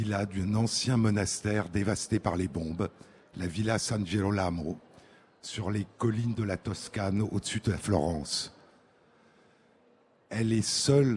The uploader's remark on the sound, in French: en direct à Livre Paris